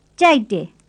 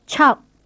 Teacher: The Burmese sounds j and ch are a plain and aspirate pair